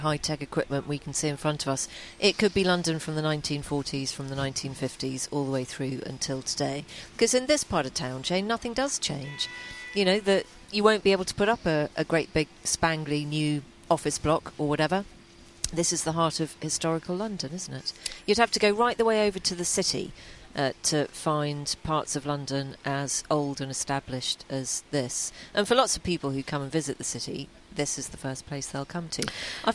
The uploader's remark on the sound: Come to you live from a balcony overlooking Westminster Abbey where the new king will soon be crowned…